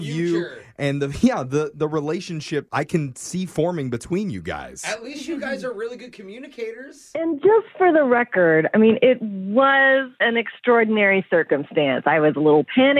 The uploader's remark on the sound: The couple on the phone today